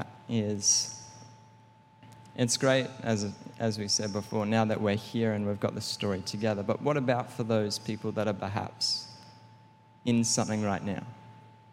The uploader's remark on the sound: Recorded during our 5pm service on Sunday, the 12th of March 2023